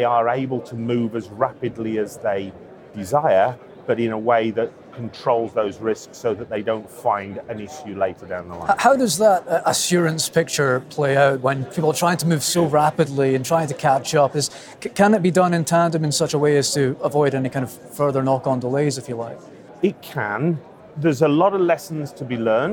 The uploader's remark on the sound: The Energy Voice team were at the Energy Exports Conference this week at P&J in Aberdeen.